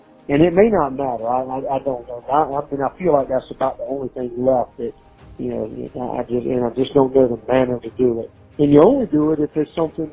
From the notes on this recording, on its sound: jailhouse phone calls